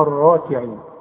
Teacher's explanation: الراء المفتوحة دائما مفخمة، ما دام راء عليها فتحة تبقى راء على وزن راجل